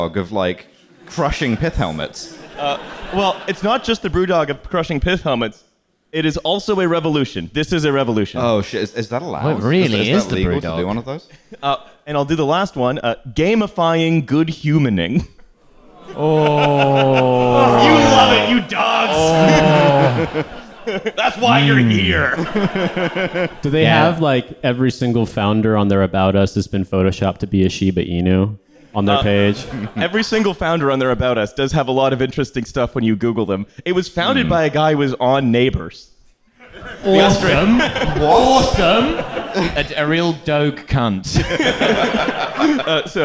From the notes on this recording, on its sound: TF Live in Manchester. We continued our Regional Authenticity Tour and stopped in the famous city of Manchester.